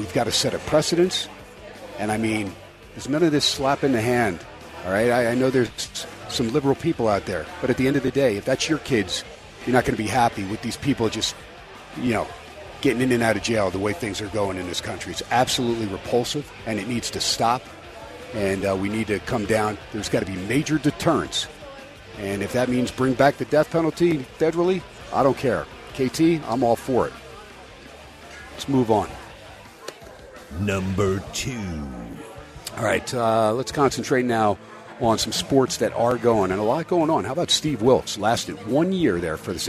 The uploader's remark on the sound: SPORTSXRADIO VALENTINES DAY AT STEINERS PUB 2/14/24. "Live" #SteinersPub #LasVegas.